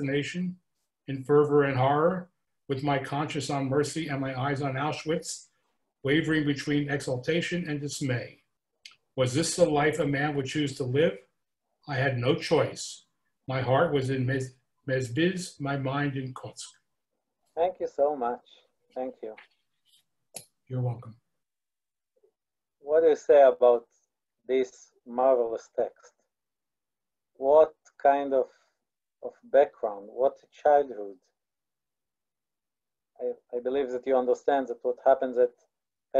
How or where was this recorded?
video call